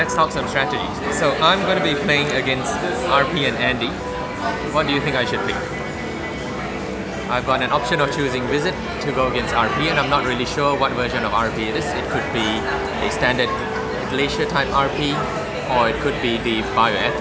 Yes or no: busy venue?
yes